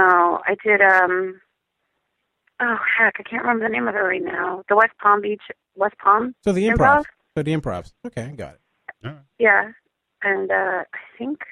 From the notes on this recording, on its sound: lets random phone calls